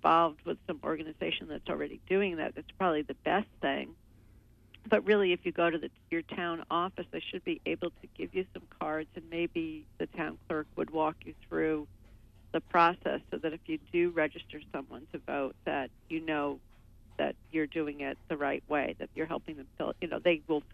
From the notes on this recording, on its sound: Call in show